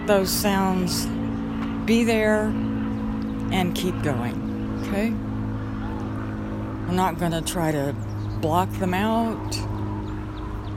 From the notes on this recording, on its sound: Walk in the Park. On my way back home, I stopped in a local park and recorded this podcast with a walking meditation.